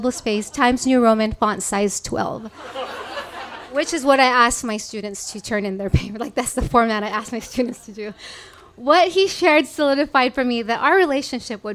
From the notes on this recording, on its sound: This story was recorded live on 14 November 2017 at Tiger!